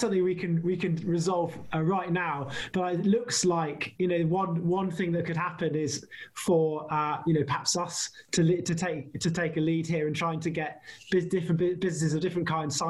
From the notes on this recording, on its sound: Roundtable. Joined on Zoom by a plethora of enthusiastic participants.